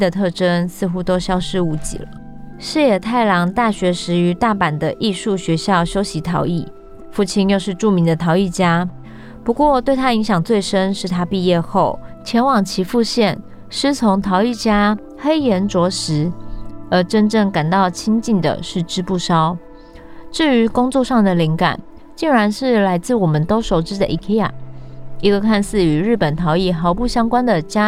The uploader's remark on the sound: Short forest ambience, birds, distant river, Cat Tien National Park, Vietnam